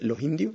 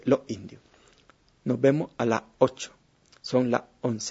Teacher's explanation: Un hecho interesante de esta aspiración es que se ha registrado, por ejemplo, en Nicaragua, en la parte noroeste de Costa Rica, que ya no se hace una aspiración, sino que se hace un corte glotal cuando la S está ante una palabra que comienza por vocal tónica · Shown in: second take · o sea, con la vocal que tiene el acento principal.